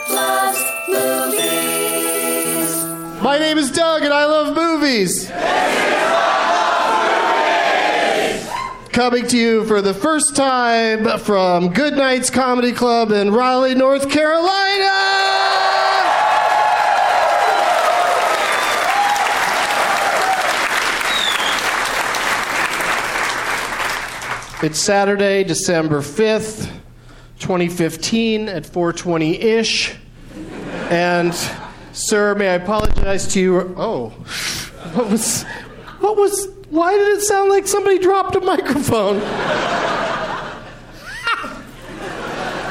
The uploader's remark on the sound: Live from Goodnights Comedy Club in Raleigh, NC